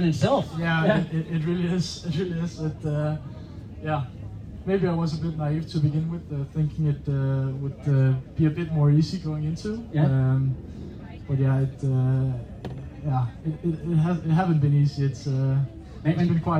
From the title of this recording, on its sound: IM Cph 2023 - Live on Stage